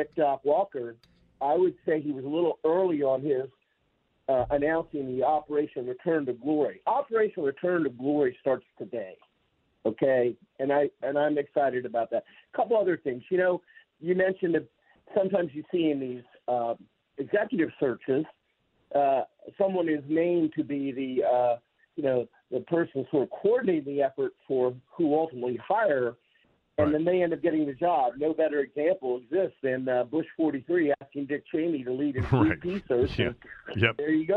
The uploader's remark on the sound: opens the phone lines to take calls from listeners